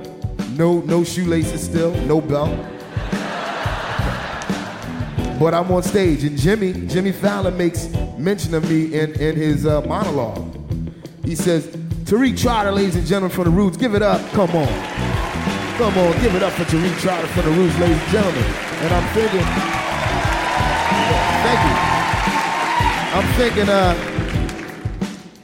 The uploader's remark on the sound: at the Brooklyn Academy of Music for Snap Judgment LIVE